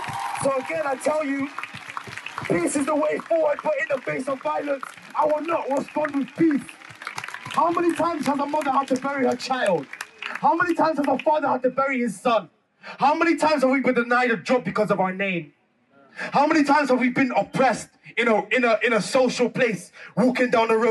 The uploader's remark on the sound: Black Lives Matter Protest Bristol June 2020 - Speeches. Decided to organise a small protest not expecting more than a few hundred people. I have managed to collage some of the amazing speeches.